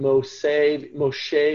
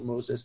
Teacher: you have no SH sound in Greek, so you lose the SH as well · Shown in: second take